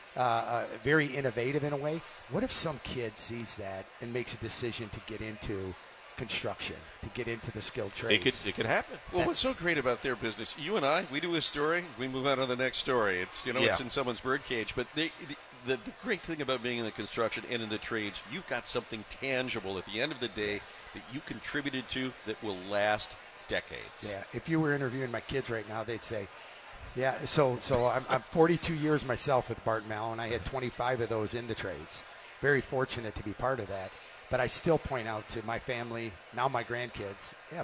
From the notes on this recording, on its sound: live from the Parade Company Pancake Breakfast